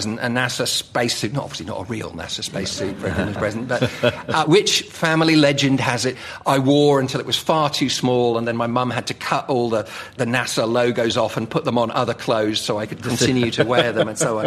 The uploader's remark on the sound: Recorded in front of an audience at London's Royal Institution (RI).